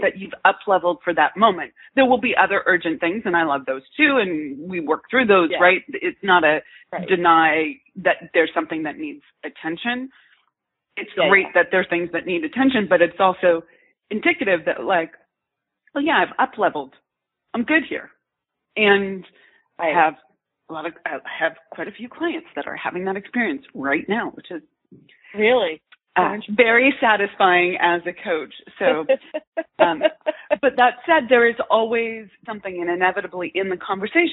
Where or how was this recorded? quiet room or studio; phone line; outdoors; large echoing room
phone line